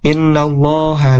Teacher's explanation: dan lafaz Allahnya di sini tebal ya, tafkhim.